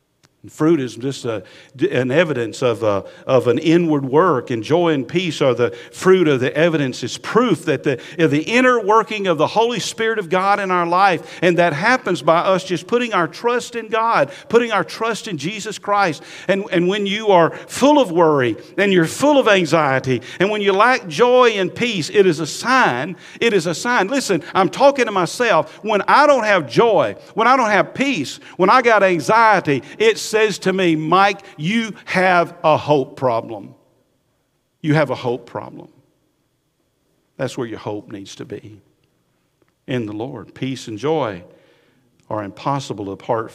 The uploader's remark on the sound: Recorded at Highland Baptist Church, Molino FL